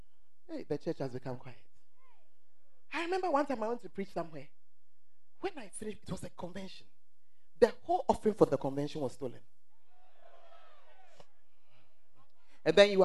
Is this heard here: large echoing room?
yes